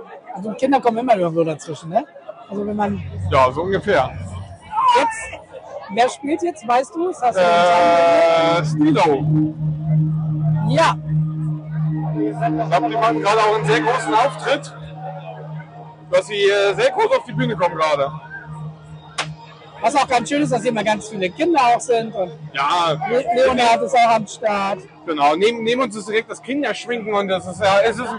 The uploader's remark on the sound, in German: (mit Audiostörung). Live vom Beach Beach Festival.